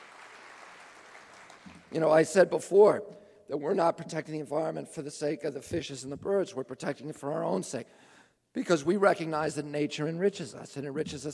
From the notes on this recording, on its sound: Speaks at the Marin Civic Auditorium in San Rafael, CA.